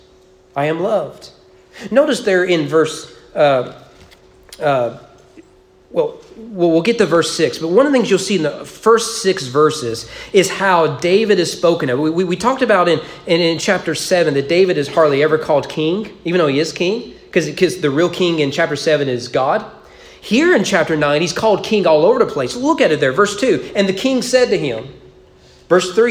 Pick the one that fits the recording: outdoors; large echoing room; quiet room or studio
large echoing room